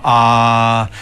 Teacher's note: kad kažemo a, onda je u svakoj stotinki sekunde je to puni samoglasnik a. Kada bismo snimili i kada bismo izrezali, uvijek bi to bilo a.